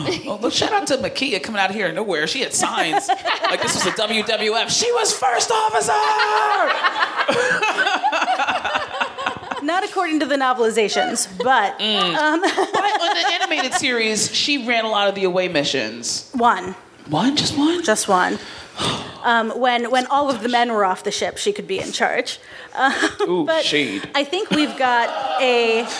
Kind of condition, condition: setting, live audience